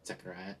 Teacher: And so he's giving us an A to Z, which, clarify, there's no Z sound in Hebrew, it's actually a TS, so Zechariah, something like that. It's a TS sound at the beginning, the CH is probably the guttural sound